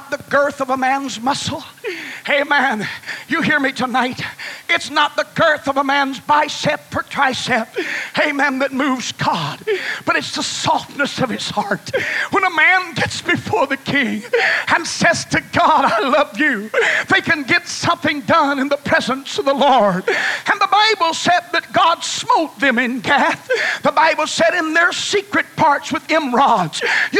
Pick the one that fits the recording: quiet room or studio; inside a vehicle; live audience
live audience